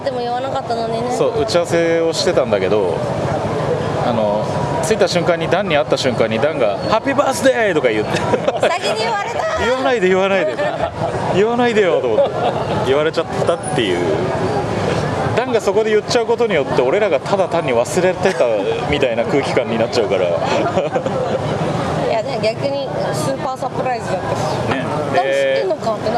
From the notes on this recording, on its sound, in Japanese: 台湾へライブツアー中なので。現地の夜市から。中継収録でお送り致します。台湾夜市の空気。